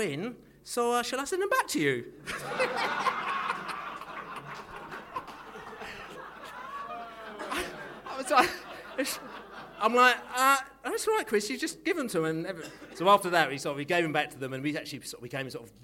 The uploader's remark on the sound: The Beesotted Bees-Up in Fullers Brewery. There were all sorts of tales told on the night.